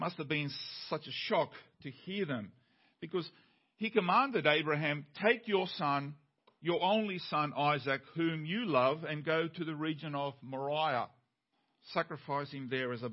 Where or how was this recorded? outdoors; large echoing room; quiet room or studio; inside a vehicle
large echoing room